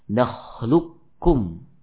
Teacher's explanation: mengidghamkan qaf kepada kaf termasuk idgham kamil. Berbeda halnya dengan idgham yang naqis, ya, yang mana masih tersisa sifat dari huruf yang pertama.